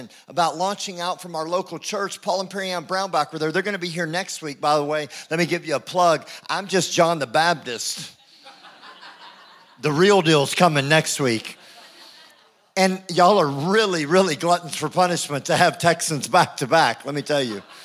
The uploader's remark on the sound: IKON Church. Recorded live at the Chesterfield Campus this is the message from the evening service on the 2nd February 20.